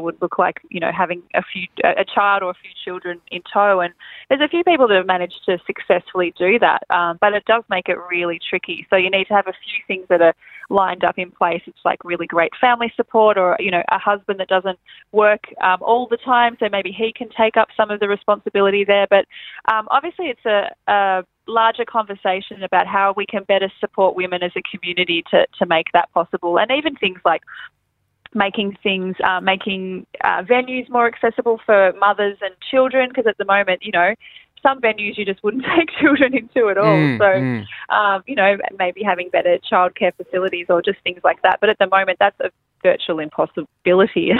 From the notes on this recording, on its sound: jumped on the phone